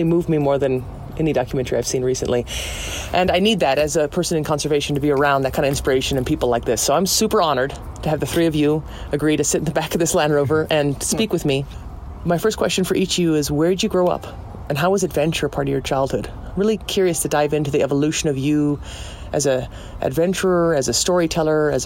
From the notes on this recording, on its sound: This episode was recorded inside an old Land Rover Defender 110 (the portable recording studio) parked in front of the Roxy Theater during the International Wildlife Film Festival.